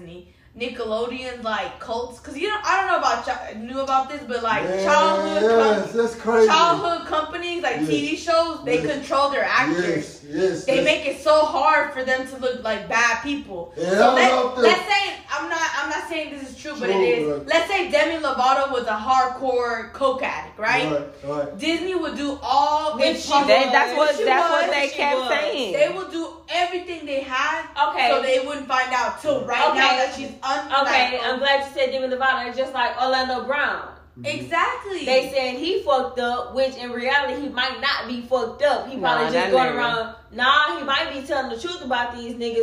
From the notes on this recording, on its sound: Excuse the extra chatter but we live!